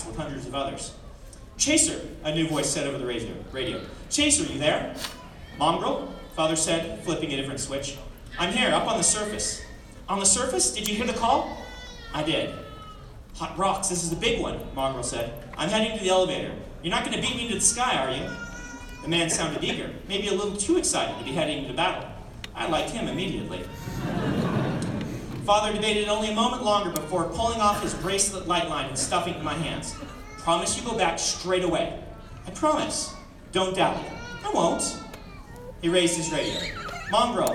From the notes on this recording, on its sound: The following is a Credible Nerds exclusive audio only clip from the release party.